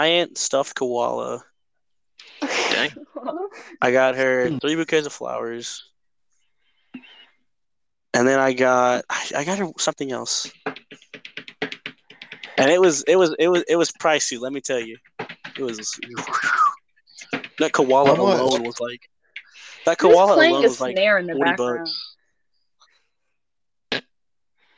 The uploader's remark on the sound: Audio might be a little bad